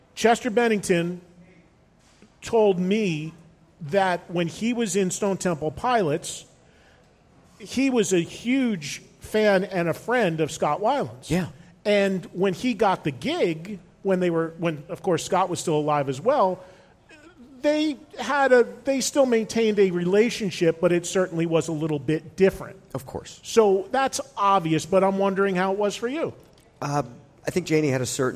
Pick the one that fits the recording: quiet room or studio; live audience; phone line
live audience